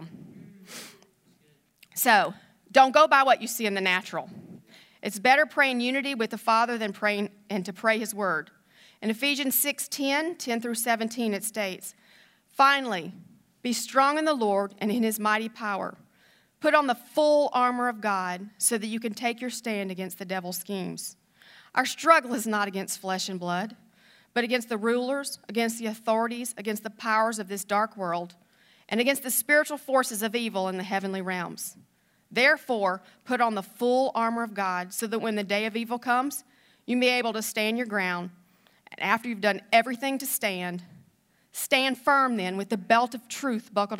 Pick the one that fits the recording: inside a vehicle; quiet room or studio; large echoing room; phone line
large echoing room